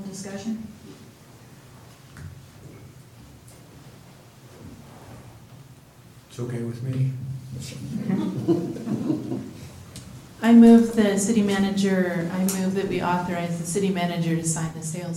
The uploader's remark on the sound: Live recording of Astoria City Council Meeting, November 19, 2018.